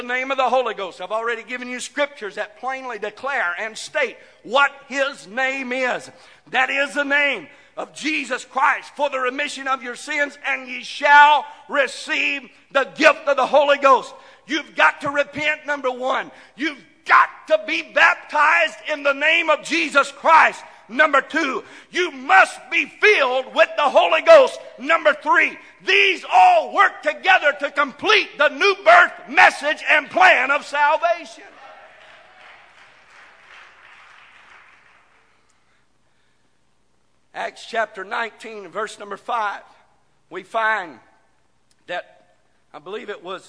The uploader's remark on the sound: This broadcast recorded live from the First Pentecostal Church of Silsbee, Texas.